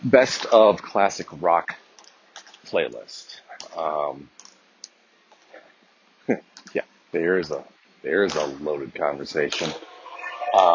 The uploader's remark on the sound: Track and field training in the background provides some interesting sound effects.